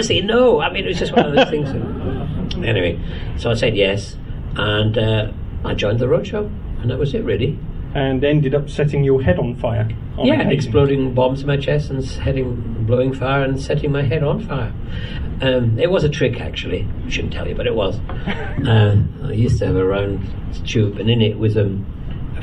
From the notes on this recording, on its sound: This episode we bring you the last of our exclusive interviews recorded in 2016 at the Science of the Timelords convention held at the National Space Centre in Leicester. We thank him and the convention organisers for recording this interview especially for this podcast.